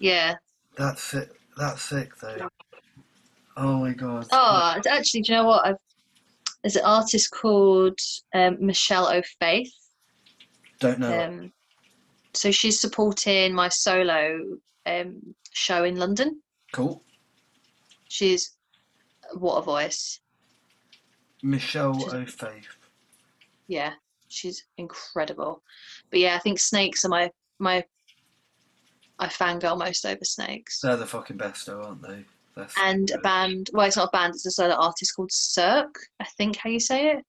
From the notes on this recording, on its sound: It was the first time I used Zoom to record the interview so that was really exciting and easy to use.